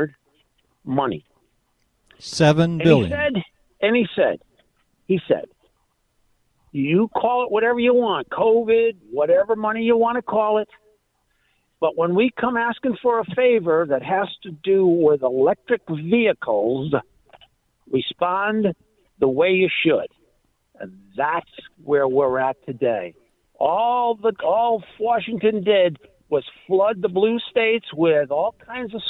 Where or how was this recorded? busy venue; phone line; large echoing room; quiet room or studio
phone line